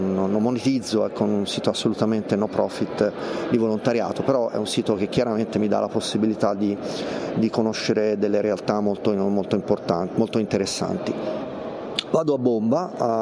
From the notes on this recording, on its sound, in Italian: In diretta dal Web Marketing Festival di Rimini. La seconda giornata del #WMF22 di Rimini.